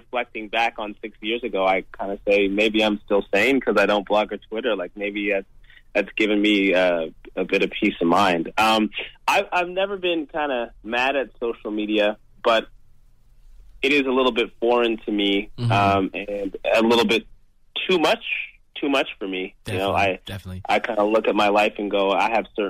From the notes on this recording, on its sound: called into our weekly radio show in London